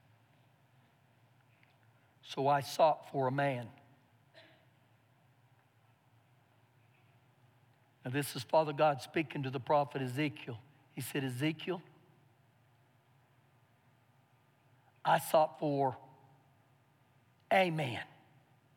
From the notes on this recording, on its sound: Recorded live during our Sunday morning service